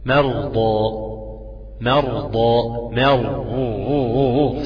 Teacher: نعم، مفتوحة مضمومة مفخمة، لو سكن بعد فتح برضو مفخمة. لو سكنت الراء وكان قبل منها فتح تبقى ايه؟ تبقى مفخمة